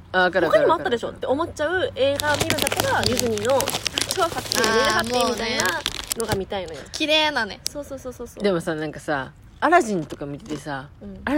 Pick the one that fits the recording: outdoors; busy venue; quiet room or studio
outdoors